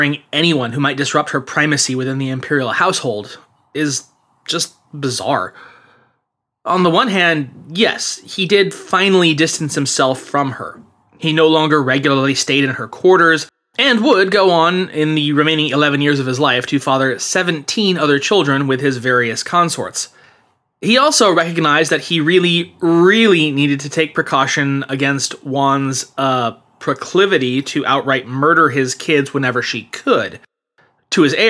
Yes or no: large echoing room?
no